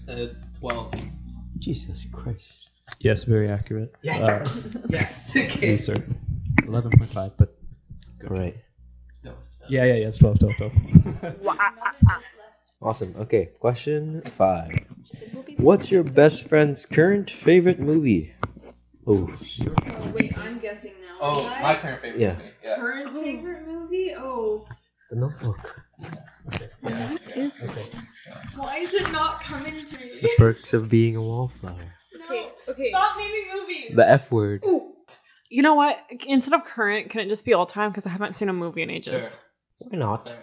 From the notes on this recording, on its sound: Apologies for the audio! A lot of movement and microphone sharing was happening.